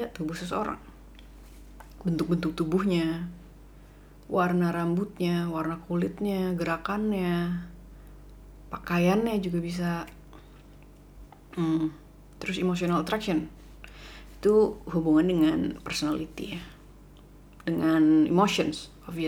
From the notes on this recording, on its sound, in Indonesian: Ini tuh udah direkam dari kemarin tapi audionya gak enak bgt dan banyak noise dan suara kipas AC dan ngomongnya belibet.